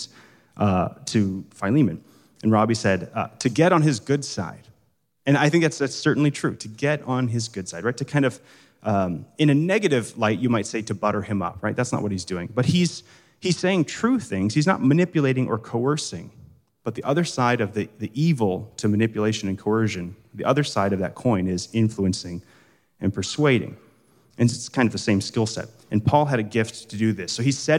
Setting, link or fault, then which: setting, live audience